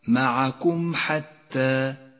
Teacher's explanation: تظهر الميم من غير غنة أو تشديد إذا جاء بعدها حرف الحاء · Term: الإظهار الشفوي